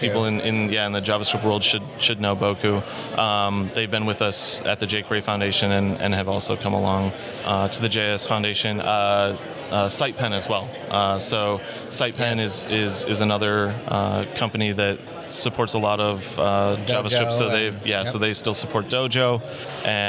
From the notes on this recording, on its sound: In this episode of Spotlight recorded at OSCON London 2016.